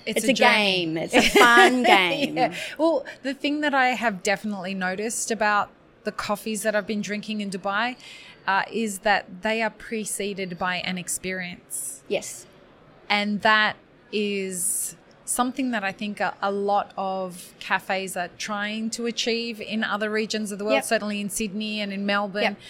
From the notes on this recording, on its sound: WOC Dubai 2023. Live series from World of Coffee Dubai. Joined us live as the official podcast partners for World of Coffee Dubai, and recorded podcast episodes from the show floor.